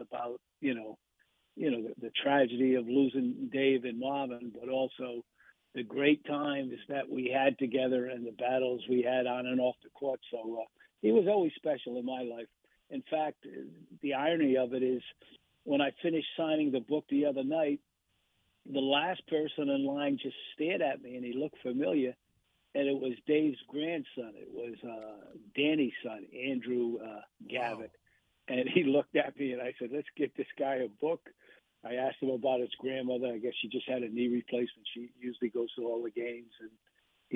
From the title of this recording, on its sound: calls in Live